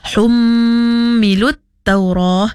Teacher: Pada ayat yang kelima, iaitu pada humilut Taurah, hum pada huruf mim yang bertanda sabdu, iaitu wajibul gunnah, kena cukup dua harakat juga.